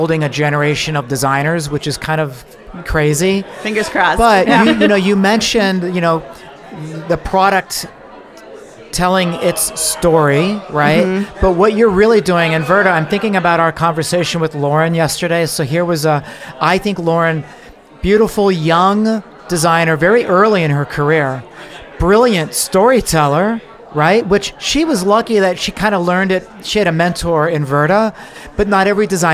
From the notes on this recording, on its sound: LIVE from NeoCon. We chat with six incredible guests.